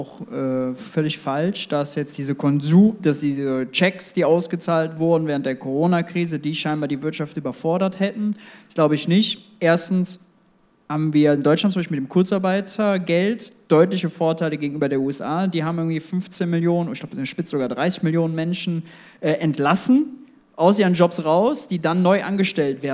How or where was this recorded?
live audience